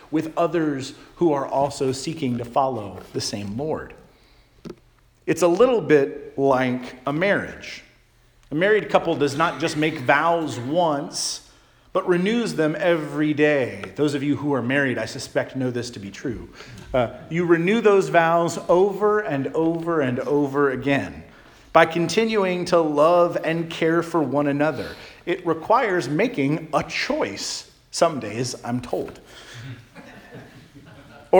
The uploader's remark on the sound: Charles Anglican Cathedral, Bremerton, WA.